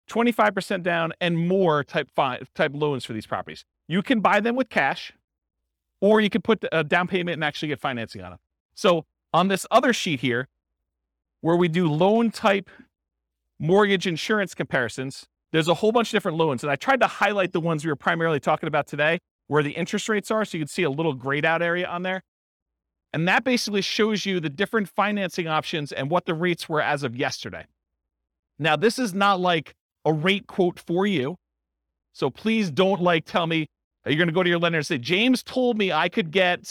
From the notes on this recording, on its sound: This was a live class recorded.